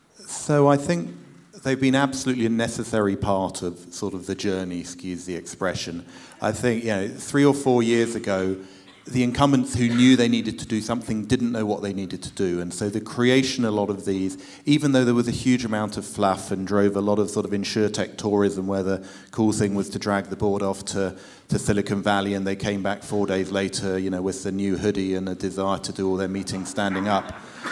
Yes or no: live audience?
yes